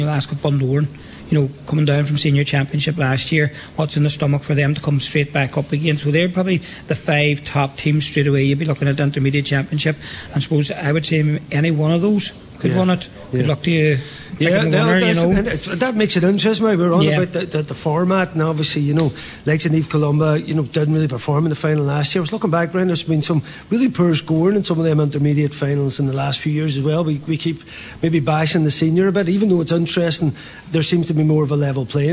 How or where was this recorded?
busy venue